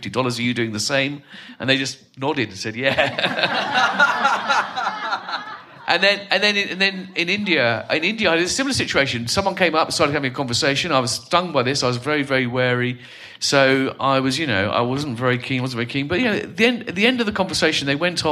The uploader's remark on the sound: Today’s episode features another Philosophy salon recorded live pre-Covid at St George’s in Bristol.